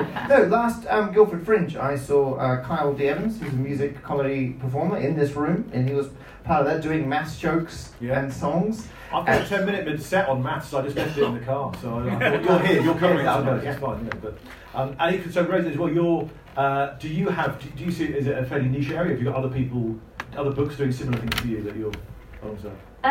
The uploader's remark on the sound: Recorded live at The Star Inn with Guildford Fringe. It's a new thrice-yearly hybrid comedy night meets book festival.